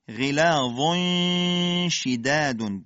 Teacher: تنوین به شین رسیده، اخفاء مع الغنه. در کیفیت اجرای اخفاء دقت کنید، غلاظ شداد، بوی حرف شین استشمام میشه در اخفاء.